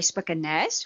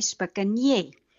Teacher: By spikenes word die N as 'n NJ uitgespreek wat 'n palatale klank is.